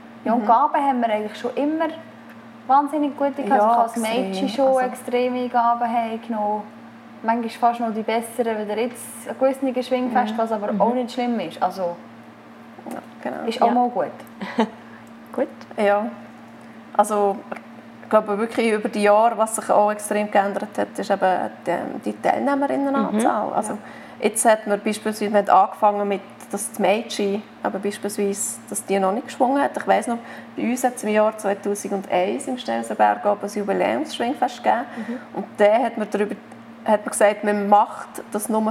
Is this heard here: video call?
no